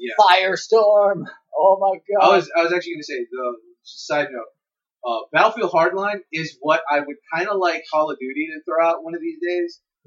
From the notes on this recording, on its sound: Our audio quality issues will be addressed either later this season or during our off-season break.